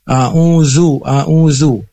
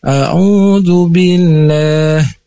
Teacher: ujung lidah keluar sedikit menyentuh ujung gigi · Shown in: second take · Term: huruf da